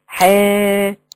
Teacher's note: لا، افتحي الفك، ثبتي الفك الاسفل وتصاعدي بالفك الاعلى، حا، ويطلع الصوت مستقيم ليس فيه اماله. ما تجيش تقولي حا وترجعي الصوت كده لورا يبقى فيه اماله، يا وترجعي لورا كده، ما ينفعش.